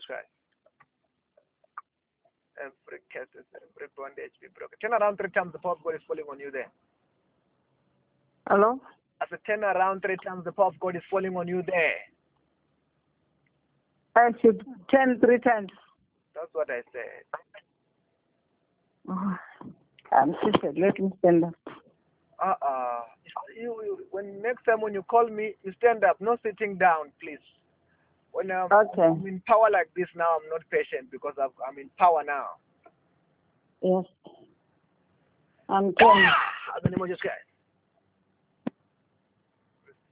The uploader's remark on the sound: Deliverance in Botswana over the phone in JESUS NAME.